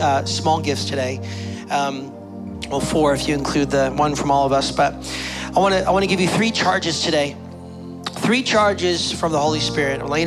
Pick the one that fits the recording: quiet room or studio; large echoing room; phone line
large echoing room